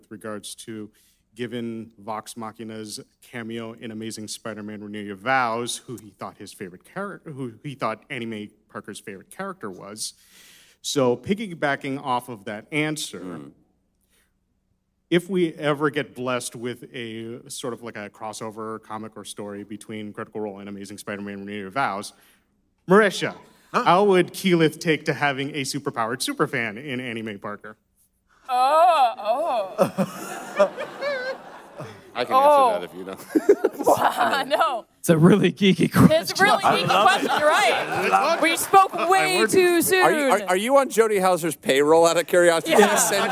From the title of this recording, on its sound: Live from San Diego Comic-Con 2018